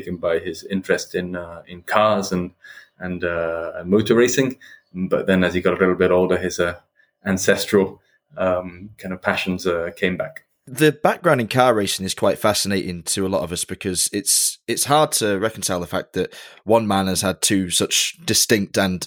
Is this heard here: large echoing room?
no